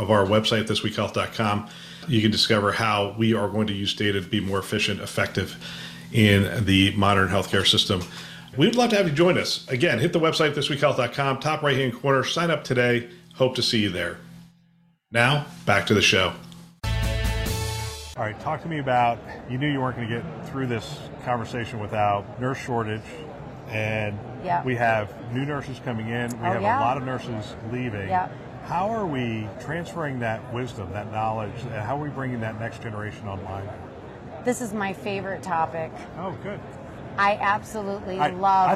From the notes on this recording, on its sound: it’s an Interview in Action live from ViVe 2023